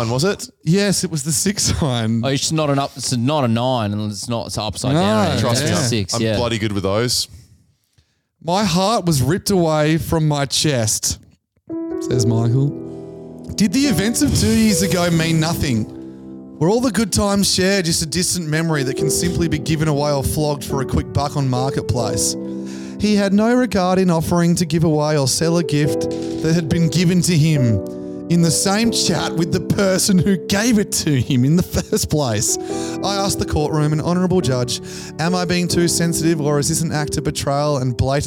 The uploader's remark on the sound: Live on the 27th of December at Shotkickers